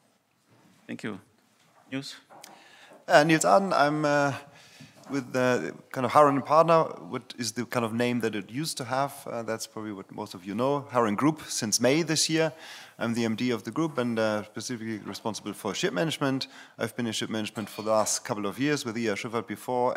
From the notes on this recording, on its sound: PANEL at the 3rd Annual Capital Link German Maritime Forum, Hamburg, Germany. At the Radisson Blu Hotel in Hamburg, Germany.